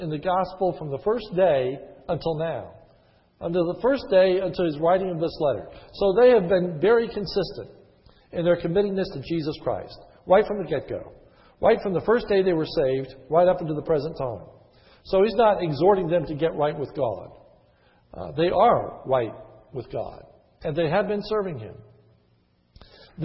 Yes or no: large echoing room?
yes